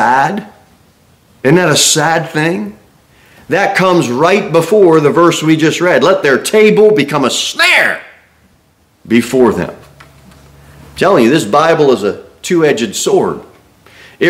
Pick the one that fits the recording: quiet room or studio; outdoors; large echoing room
large echoing room